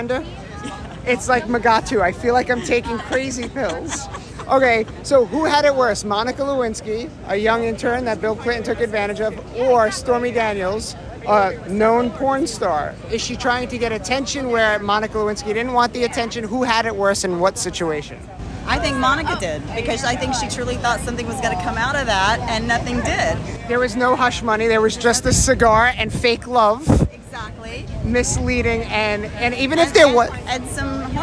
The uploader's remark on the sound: LIVE from The Palm Beach International Boat Show, March 24th 2023. Hear what your peers think as they stroll the boat show!